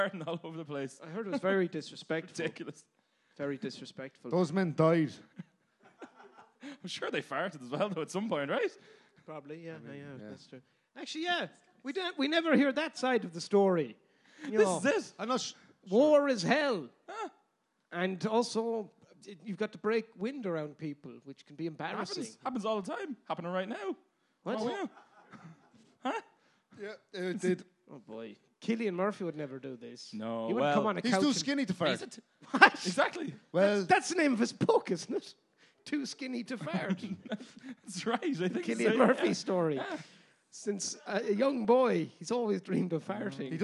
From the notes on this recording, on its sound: LIVE AT THE DUBLIN PODCAST FESTIVAL. Was performed in THE WORKMAN'S, DUBLIN. As part of the DUBLIN PODCAST FESTIVAL.